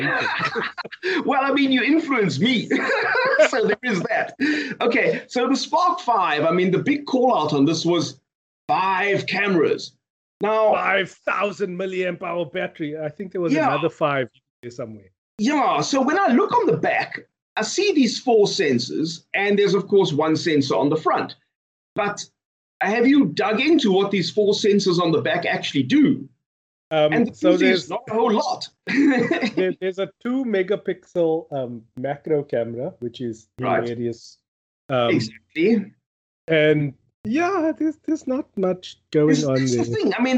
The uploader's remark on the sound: Recorded via Skype